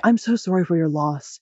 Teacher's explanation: if you say it with that downwards intonation, that makes you seem more sincere.